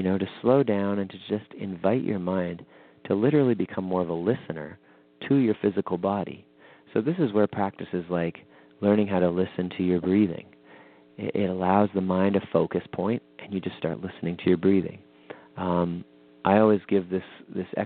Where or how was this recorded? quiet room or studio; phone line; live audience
phone line